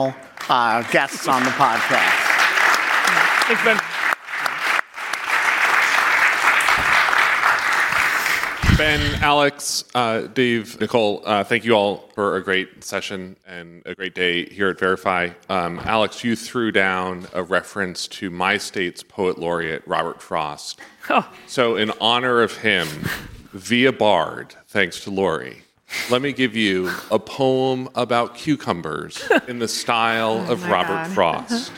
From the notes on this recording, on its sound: Hosted by the William and Flora Hewlett Foundation Cyber Initiative and Aspen Digital, Verify 2023 brings together journalists and cyber and tech policy experts to discuss critical issues in cybersecurity. For this live recording of the Lawfare Podcast.